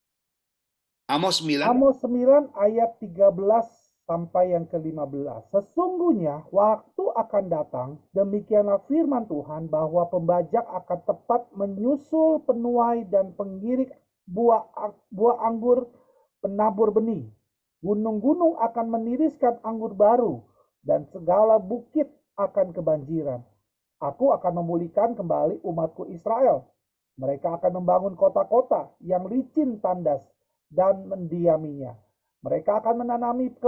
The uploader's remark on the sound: Audio Zoominar